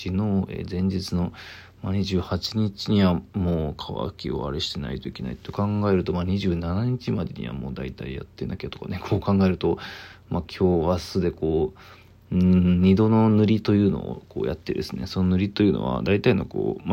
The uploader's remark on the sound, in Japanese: ボイスメモです。